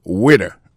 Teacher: accent tombé sous premier syllabe